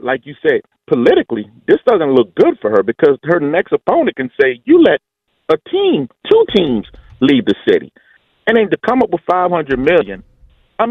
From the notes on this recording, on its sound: opens up the phone lines to allow listeners to weigh